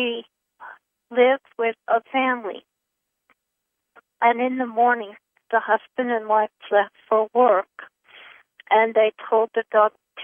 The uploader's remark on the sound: Conference Call LIVE